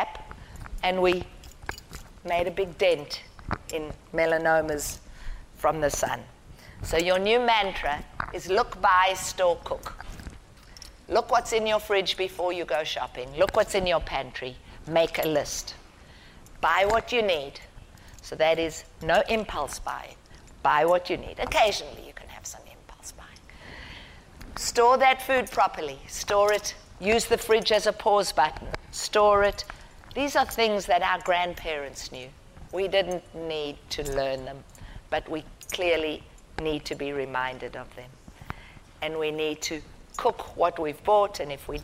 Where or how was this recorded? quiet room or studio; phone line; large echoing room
large echoing room